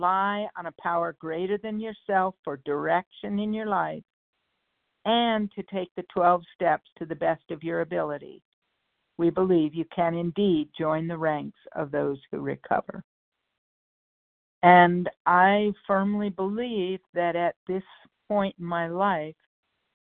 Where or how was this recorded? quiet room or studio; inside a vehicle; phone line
phone line